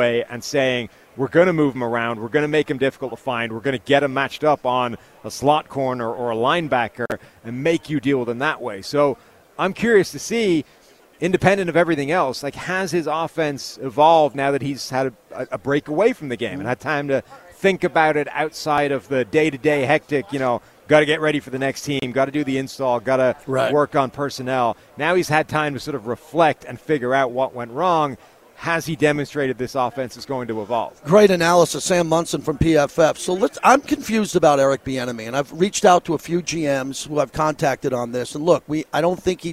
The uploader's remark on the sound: LIVE FROM RADIO ROW